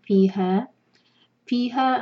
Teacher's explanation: ہا پر اگر رکیں گے تو ہم دو حرکہ کھینچیں گے اور اگر کنٹینیو کریں گے تو ہمیں چار حرکہ کھینچنا ہوگا · Term: مد منفصل